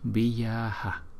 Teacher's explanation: Chữ A ngoài sau đọc rất là nhẹ.